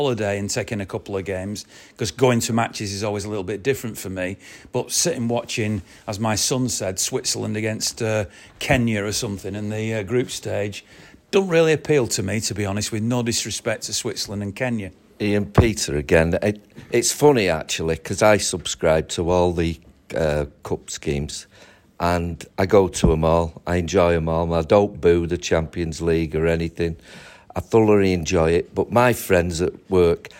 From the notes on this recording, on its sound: Special Forever Blue 'Live' From the Bury MCFC Supporters Club.